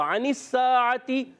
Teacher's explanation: عین کی ادائیگی حلق کے درمیان والے حصے سے عین اور ہا حلق کے درمیان والے حصے سے ادا ہوتے